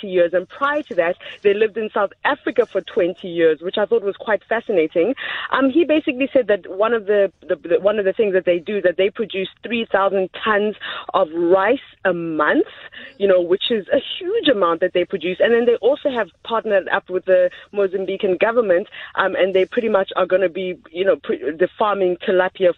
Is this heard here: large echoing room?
no